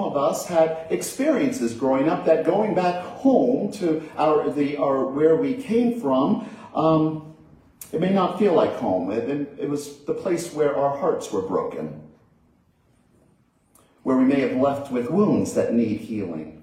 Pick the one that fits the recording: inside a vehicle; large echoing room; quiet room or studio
large echoing room